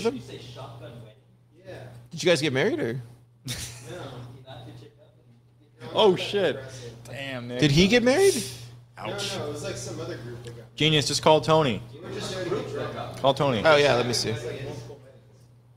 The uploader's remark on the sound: Pleb Broadcasting Service was broadcasted from Austin, Texas on September 23rd, 2022 in front of a live Pleb audience.